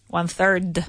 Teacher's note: It finishes with a D, so that I want either a soft D sound or a T sound.